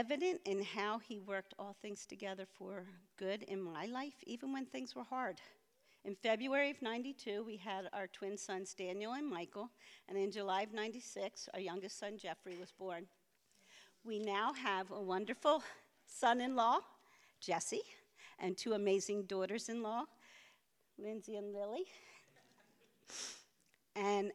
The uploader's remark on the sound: preached this sermon at Covenant Fellowship Church